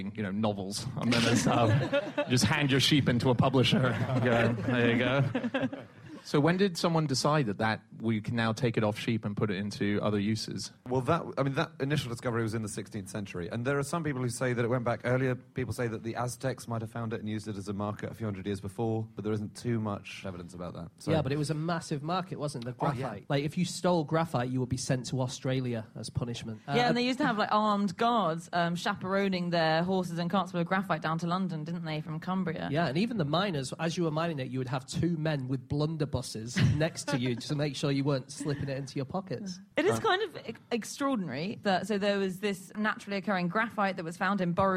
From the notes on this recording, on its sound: Live from The Edinburgh Festival